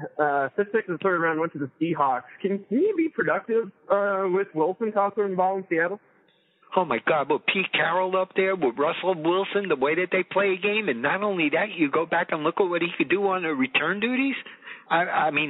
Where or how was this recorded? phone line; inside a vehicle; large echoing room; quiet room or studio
phone line